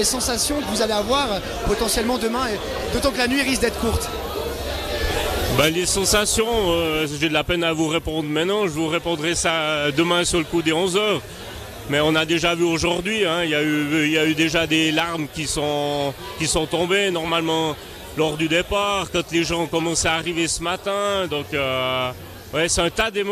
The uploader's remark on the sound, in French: La table ronde est en direct de la "Ski-24". La compétition de ski de fond en relais vit sa dernière édition en 2023 aux Mosses.